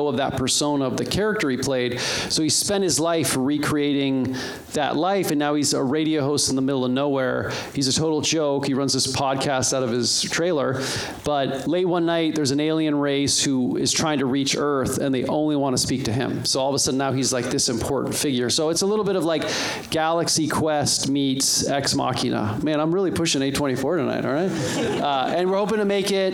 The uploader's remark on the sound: we recorded the Q&A from the birthday screening